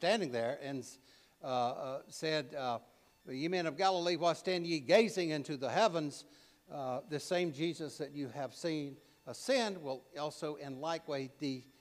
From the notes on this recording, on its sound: preached at All Saints Anglican Church in Charlottesville, VA on May 21, 2023